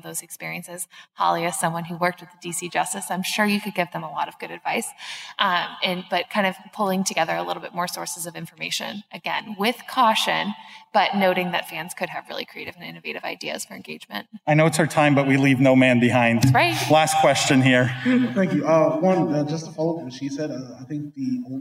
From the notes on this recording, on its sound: We come to you live from the PAX East 2022 conference in Boston, Massachusetts. Where we hosted the most stacked esports industry panel.